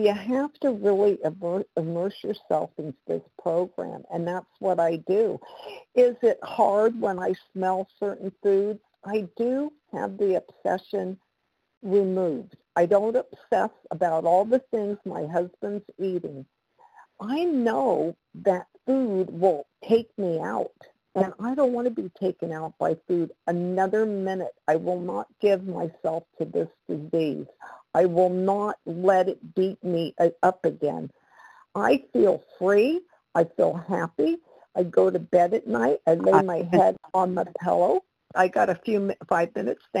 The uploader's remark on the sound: the 100 Pounders Phone Meeting, 1/10/23